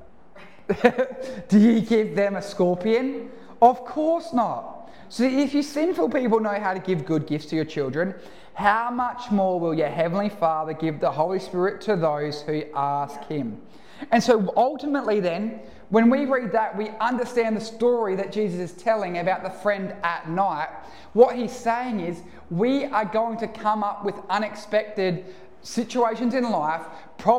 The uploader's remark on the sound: Recorded live at One Heart Church (Port Lincoln).